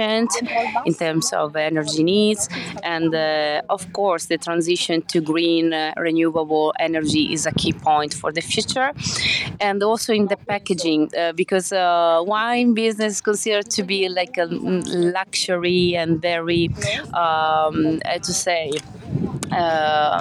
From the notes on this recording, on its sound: Live from the International School in Circular Economy Project Management.